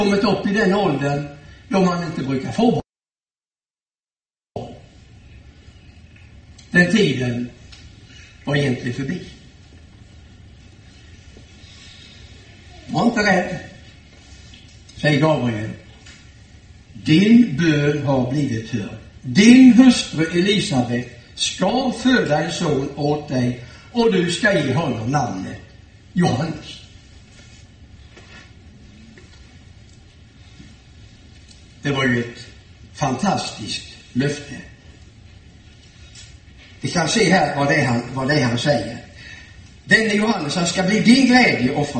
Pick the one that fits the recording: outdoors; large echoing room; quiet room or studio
large echoing room